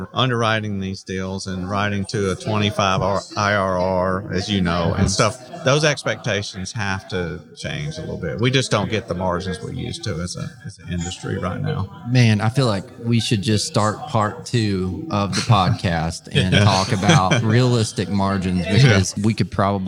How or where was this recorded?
busy venue